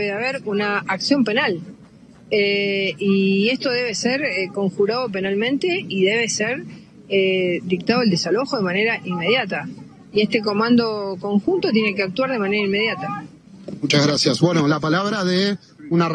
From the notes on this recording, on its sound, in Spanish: Este video fue difundido en público en el marco de una Transmision callejera de actividad cultural a 14 años de la desaparición de Luciano Arruga en Lomas del Mirador, La Matanza, pcia de Buenos Aires, Argentina.